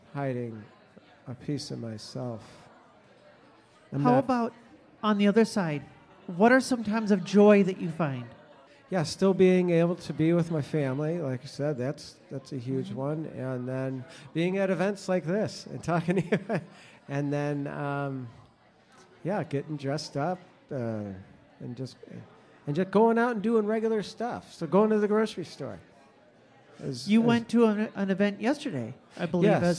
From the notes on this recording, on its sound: This podcast was recorded before a live audience at the PRIDEducation event, sponsored by Rainbow Alliance Advocacy in Appleton, WI.